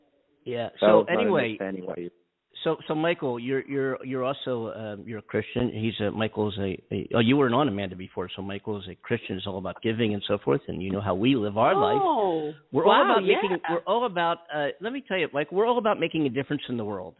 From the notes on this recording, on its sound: We caught it LIve! We had to do this on the fly. I received a call on my cell phone from a scam artist claiming to be from the Publishers Clearing House. I could have added more sound clips and so forth but I didn't want to make it obvious that this is a radio show.